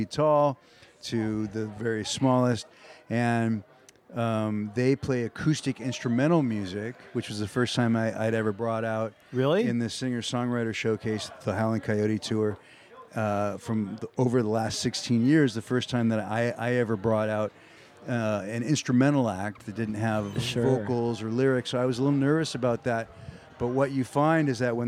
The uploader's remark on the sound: Recorded at Wolf House Brewing in Cloverdale, CA. Recorded at Wolf House Brewing in Cloverdale, CA.